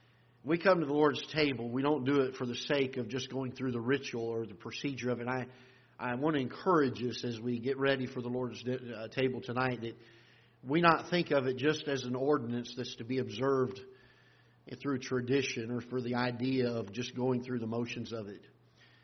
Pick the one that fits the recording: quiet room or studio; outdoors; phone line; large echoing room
large echoing room